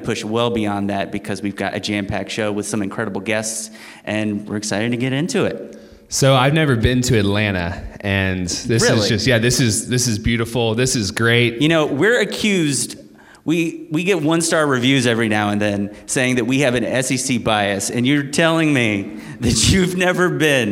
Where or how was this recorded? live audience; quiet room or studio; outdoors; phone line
live audience